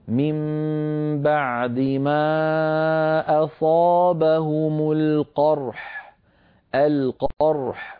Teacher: فالراء حقها من البينية والحاء حقها من الرخاوة والهمس